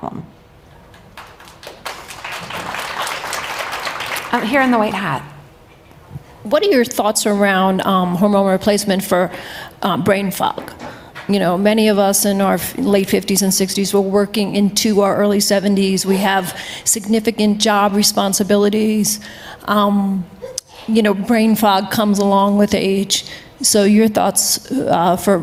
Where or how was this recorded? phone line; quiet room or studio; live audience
live audience